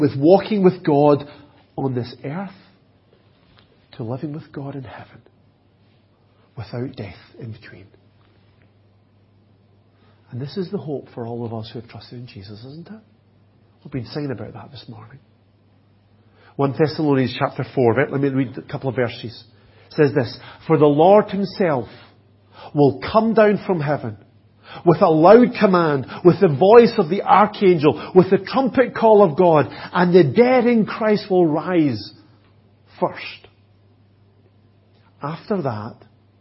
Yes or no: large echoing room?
yes